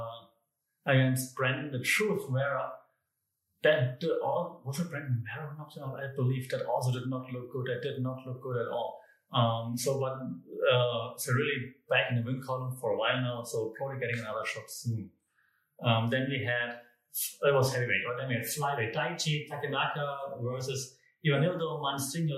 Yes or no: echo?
yes